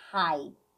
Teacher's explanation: esse H aqui, o som dele é desse R arranhado